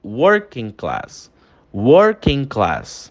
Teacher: Repara que o G, ele quase que é anulado, né? Na pronúncia.